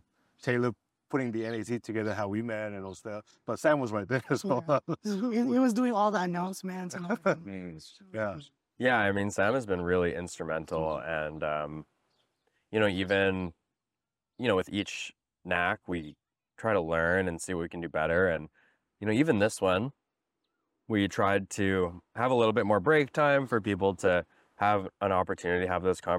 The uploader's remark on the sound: A collection of episodes recorded on the beautiful sunny beaches of Maui.